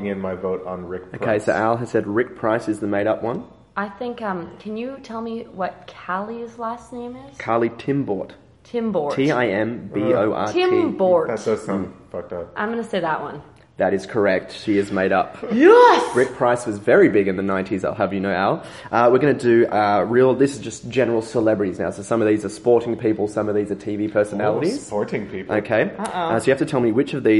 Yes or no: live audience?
yes